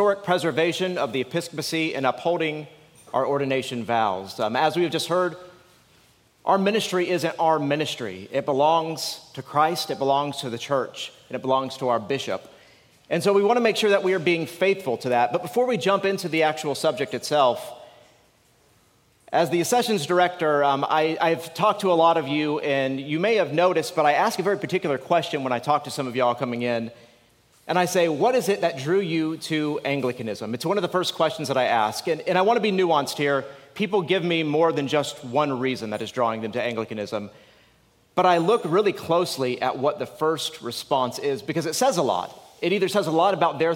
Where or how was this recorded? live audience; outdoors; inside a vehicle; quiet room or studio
live audience